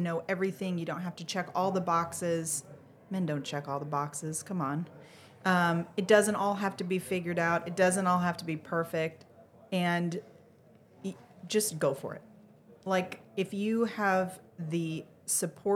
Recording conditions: busy venue